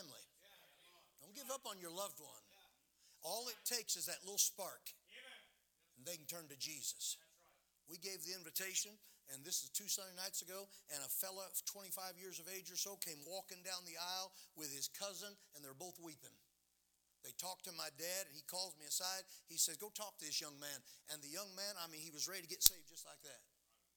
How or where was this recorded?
large echoing room